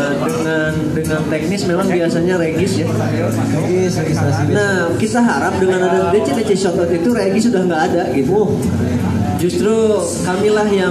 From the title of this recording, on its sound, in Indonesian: Live at Markat Coffee Bandung 19 Februari 2022